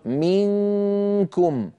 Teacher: مخرج الكاف الذي هو مجاور للقاف بس مو على الحنك اللحمي، على الحنك اللحمي والعظمي. لذلك الجزري قال والقاف أقصى اللسان فوق ثم الكاف أسفل، يعني إلى الأمام قليلا. · من أيضا ينقفل المخرج، عند أقول منكم، من هنا كامل الصوت يمر عن طريق الخيشوم، من طريق الفم ما عاد في شيء